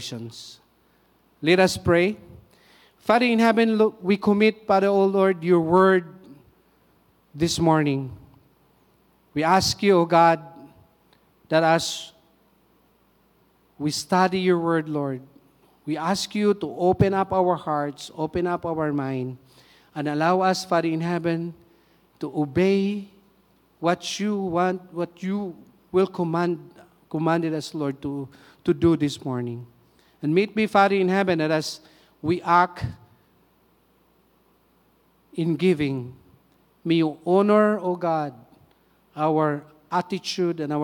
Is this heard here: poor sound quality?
no